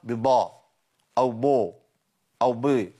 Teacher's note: الخطأ يمكن الشائع قوي هو تفخيم الباء اللي هي نطقها ببا أو بو أو بي